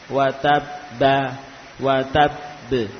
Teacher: yang harokat ba tadi diganti dengan bunyi qalqalah